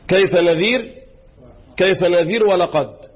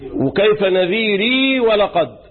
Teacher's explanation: طيب في كيف نذير عند الوقف وكيف نذيري عند الوصل، يعني في حالة الوقف بيحذف الياء وفي حالة الوصل بيثبت إيه الياء